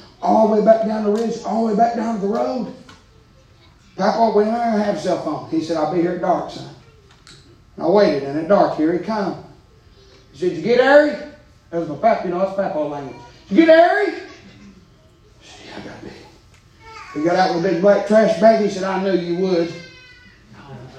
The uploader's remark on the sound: preaching live from Still Water Baptist Church